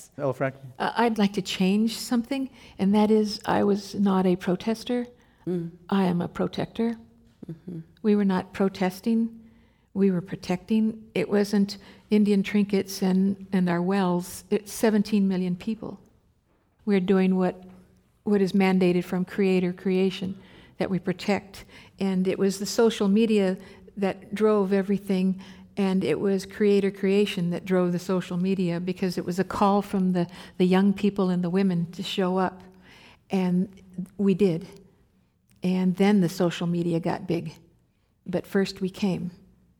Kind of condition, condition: setting, live audience